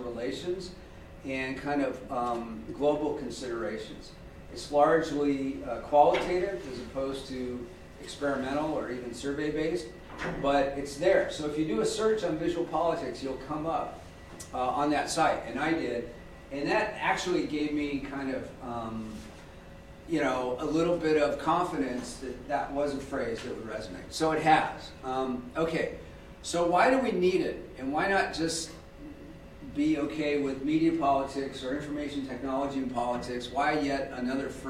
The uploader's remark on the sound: This O3C Seminar Series event was recorded February 27, 2020, at Loughborough University and was co-sponsored by the Centre for Research in Communication and Culture at Loughborough.